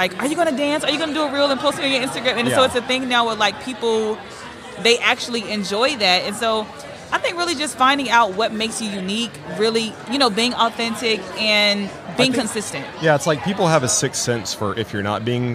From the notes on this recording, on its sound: LIVE from HAVEN 2022